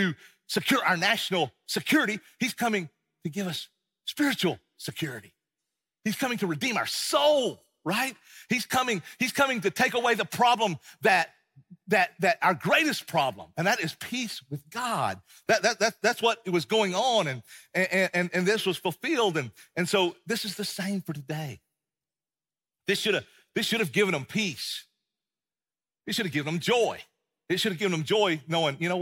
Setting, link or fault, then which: setting, large echoing room